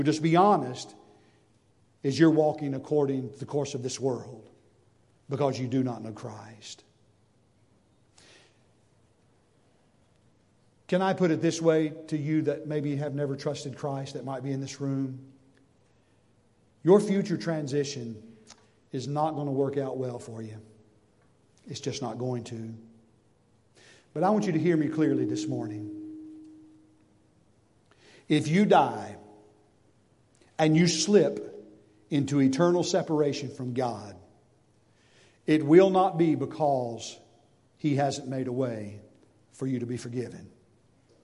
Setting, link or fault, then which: setting, large echoing room